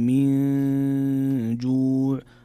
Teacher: من جوع هنا حكم إخفاء، نون ساكنة جاء بعدها حرف الجيم والجيم من حروف الإخفاء، إلى آخر الأحكام التجويدية في هذه الآية.